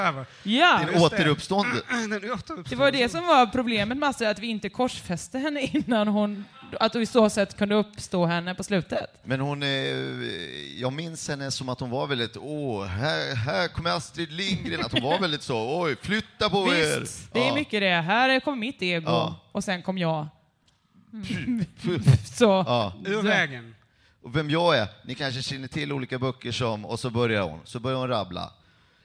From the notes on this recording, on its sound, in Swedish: Livepodden från Lund Comedy Festival 2015 är här!